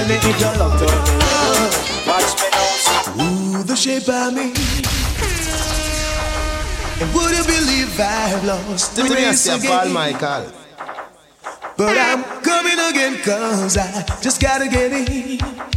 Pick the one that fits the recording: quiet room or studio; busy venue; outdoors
busy venue